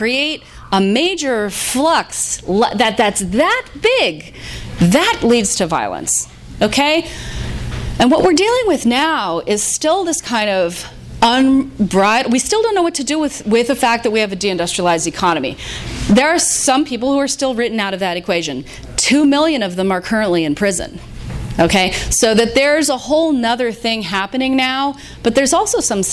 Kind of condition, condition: setting, live audience